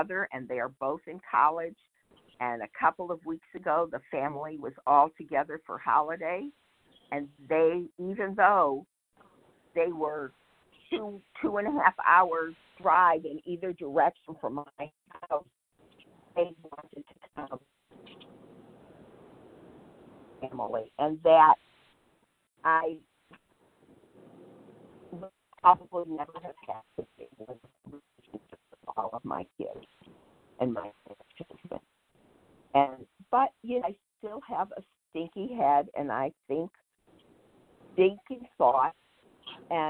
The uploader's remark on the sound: 100 Pounders Phone Meeting